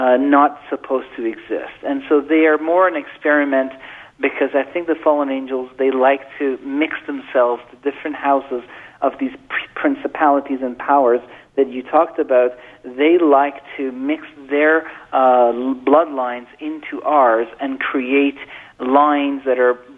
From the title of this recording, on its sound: Open Phones